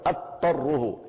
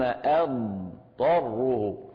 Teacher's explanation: إذن ثم أضطره، لا هي فيها قلقلة ولا هي مدغمة، لا نقول أضطره ولا أضطره، لا هذا ولا ذاك. الصواب أن نفصل بين الضاد والطاء بالاستطالة والرخاوة · Shown in: second take